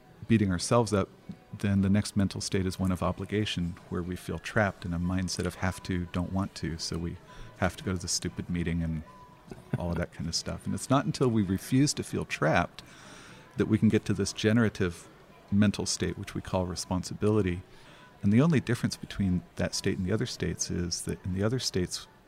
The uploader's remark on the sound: at The Path to Agility Conference